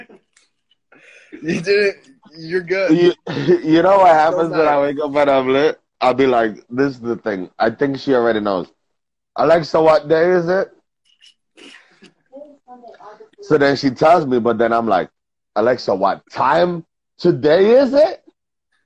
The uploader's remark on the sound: went live on Instagram